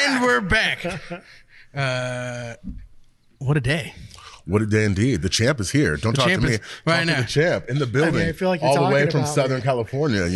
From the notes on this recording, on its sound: Annual Stemple Creek BBQ Classic. The only podcast to record at this soon to be famous event. The Stemple Creek Ranch, a certified organic ranch raising grass fed cattle, lambs and free range Berkshire cross pigs that are raised in a large grove of Eucalyptus trees.